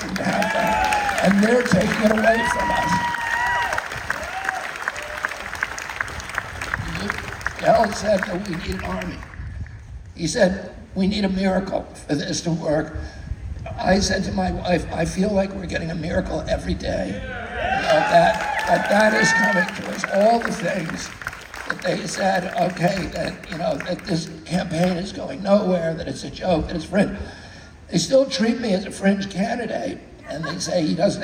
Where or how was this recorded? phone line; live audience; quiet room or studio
live audience